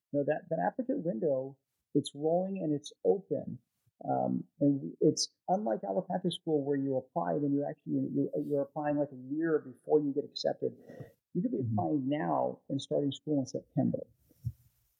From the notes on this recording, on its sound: Unfortunately, we ran into some audio issues with this episode that we were unable to resolve. Please excuse the audio quality for this episode as a result.